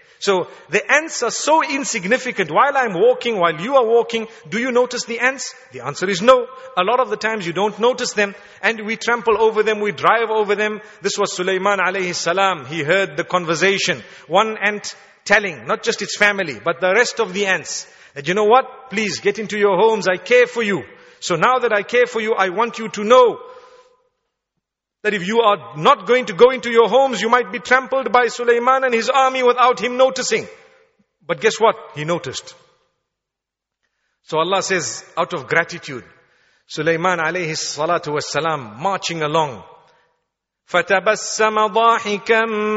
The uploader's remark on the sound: Taraweeh Lecture at Masjidul Quds Gatesville Cape Town